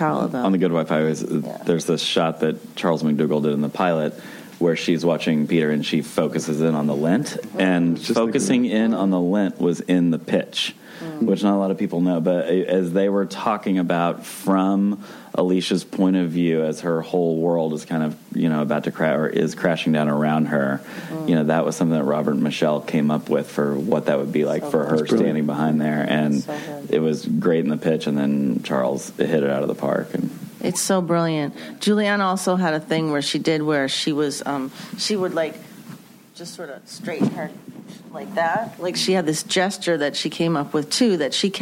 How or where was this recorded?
busy venue